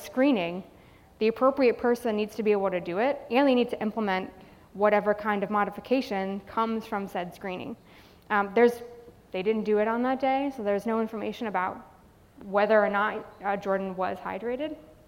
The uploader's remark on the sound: Live at Trinity University&#8217;s 2019 conference. Live at Trinity University’s 2019 conference.